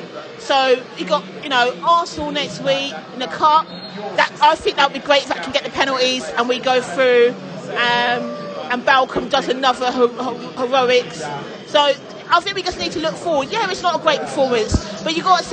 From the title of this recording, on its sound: post-match podcast from the stands